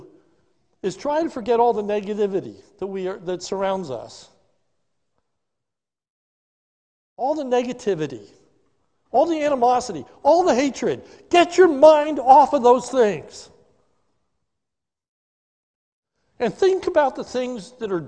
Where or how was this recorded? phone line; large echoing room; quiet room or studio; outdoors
large echoing room